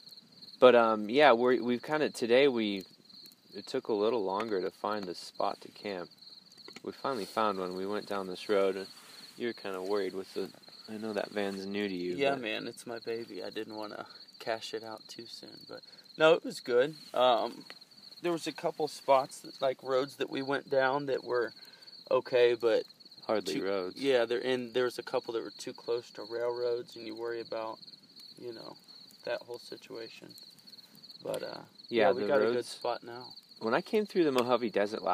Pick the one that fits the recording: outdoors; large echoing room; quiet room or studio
outdoors